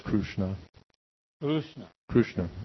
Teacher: that's how they pronounce the vocalic R. They pronounce it as Ru.